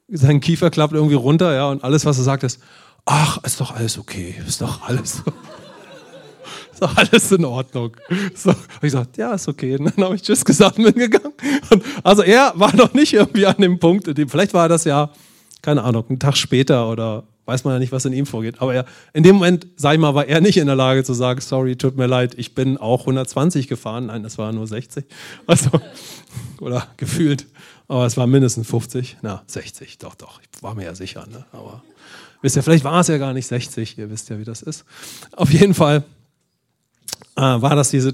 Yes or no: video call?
no